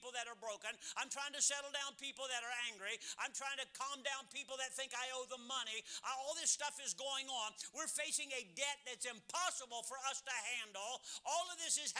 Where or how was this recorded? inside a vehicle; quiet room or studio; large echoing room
large echoing room